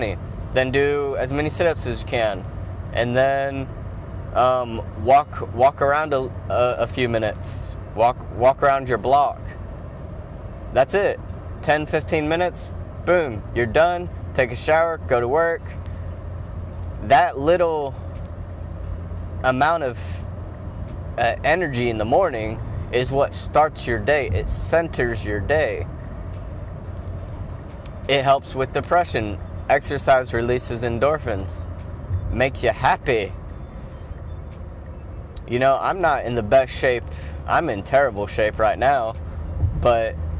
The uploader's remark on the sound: Driving to work